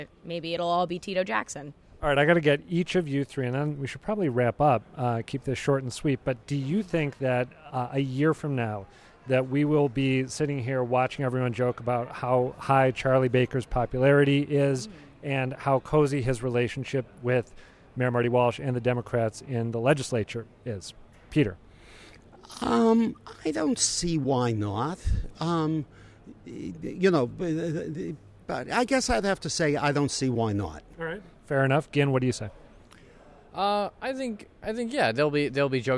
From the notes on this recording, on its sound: took in this year's breakfast at the Boston Convention & Exhibition Center--then sized up the proceedings as they were winding down